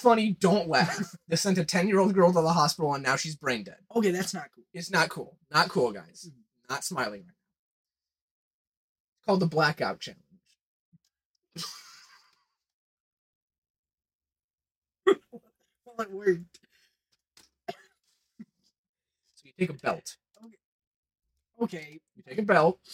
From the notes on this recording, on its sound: Sorry about the audio quality of this episode.